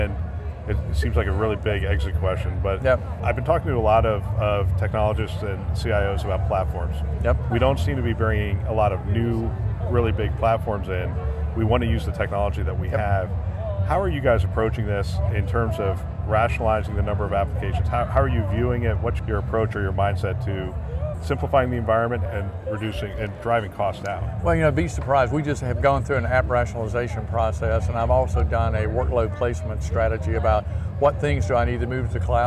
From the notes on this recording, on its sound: an Interview in Action live from ViVe 2023